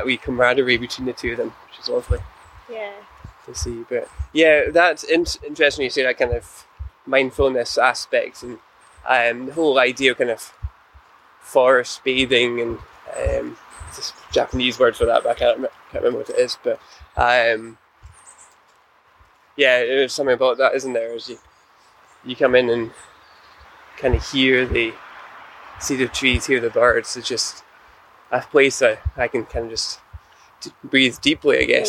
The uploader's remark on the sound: On a riverside adventure by the Clyde. Continues their journey along the River Clyde with an afternoon cycle.